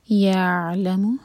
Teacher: عین پر جھٹکا نہ دیں، ٹائم دیں گے تھوڑا سا عین پر تاکہ اس کا حق ادا ہو.